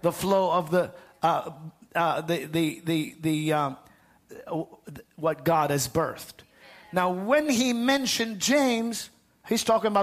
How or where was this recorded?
large echoing room